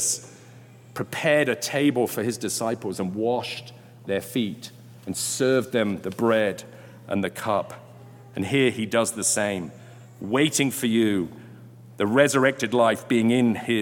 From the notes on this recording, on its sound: Delivered during Sunday Worship on July 24, 2022.